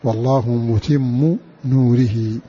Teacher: بحذف تنوين متم وخفض راء نوره